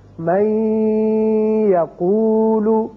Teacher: بلکہ ادغام ہوگا اور نون کی آواز ٹھہرے گی ناک میں، من یقولو۔ دوسرا حرف جو ہے وہ ہے نون، اب نون ساکن کے بعد اس کی مثال من نعمتن۔